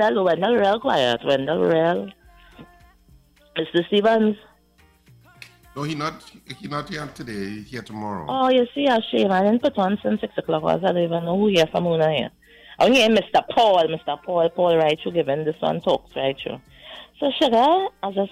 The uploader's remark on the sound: During this hour we take calls from our audience